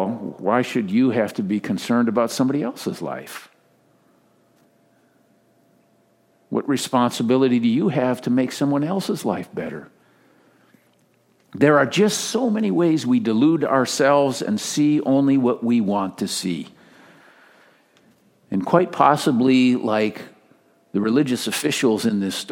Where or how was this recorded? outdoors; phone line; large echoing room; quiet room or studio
large echoing room